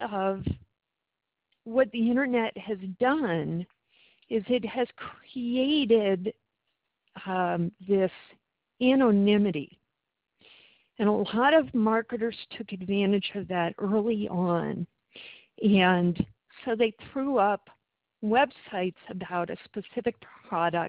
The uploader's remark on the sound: Since the video recording system was having so many problems, we switched to telephone conferencing for the last two webinar sessions.